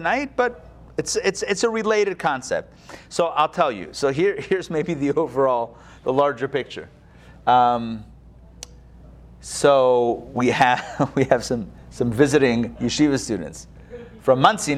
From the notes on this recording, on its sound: Recorded live at Atlanta on August 4, 2021